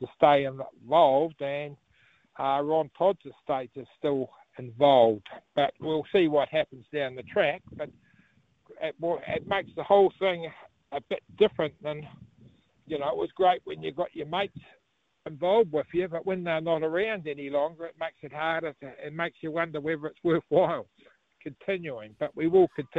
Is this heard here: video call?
no